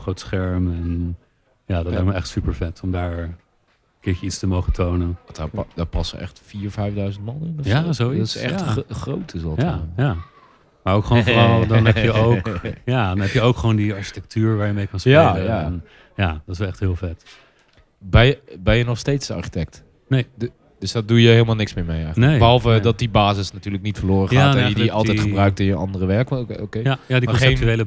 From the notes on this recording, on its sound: Recorded live at the International Film Festival Rotterdam